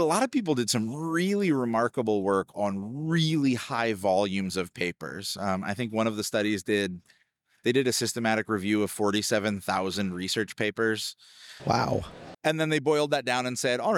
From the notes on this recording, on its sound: the final one recorded on the floor of IMSH